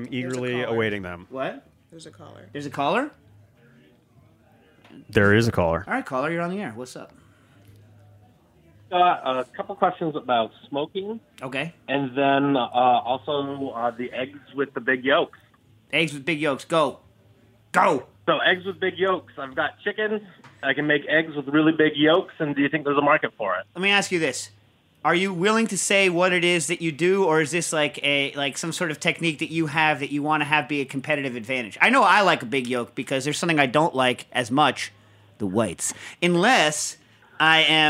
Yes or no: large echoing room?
no